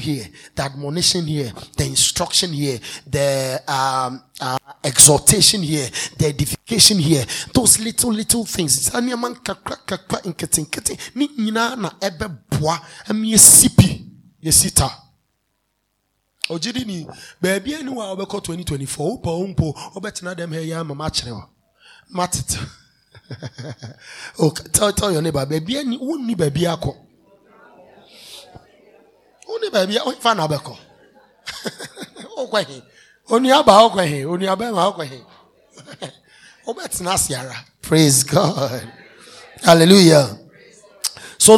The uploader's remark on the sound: This message was preached at the End of Year Service (2023).